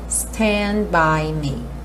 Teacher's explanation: quando eu junto stand by, esse D não acontece, porque do N, eu tô com a língua no sal da boca para fazer o N, stand, eu já fecho os lábios para fazer então o B do by, …, ok?